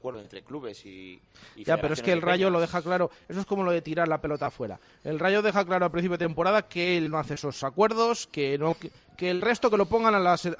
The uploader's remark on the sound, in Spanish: Tertulia de aficionados. En directo desde el HOTEL LA VEGA.